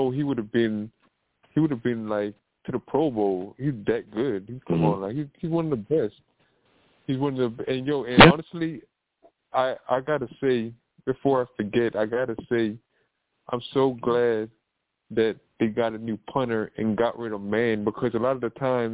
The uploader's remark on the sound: I take live callers!